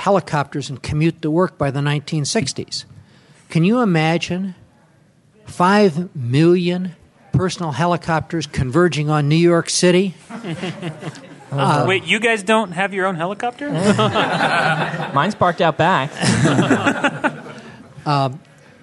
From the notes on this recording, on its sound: Recorded live at CONduit in Salt Lake City.